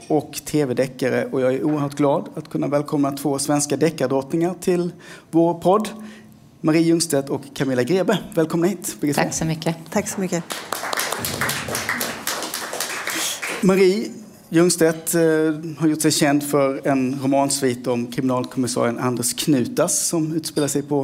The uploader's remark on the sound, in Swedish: Liveinspelning i Brasseriet.